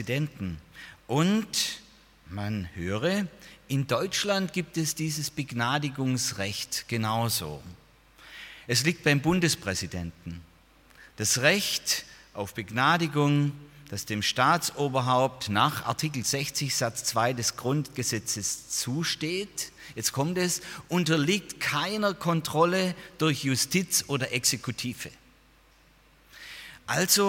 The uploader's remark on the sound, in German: aus dem Gottesdienst der Liebenzeller Mission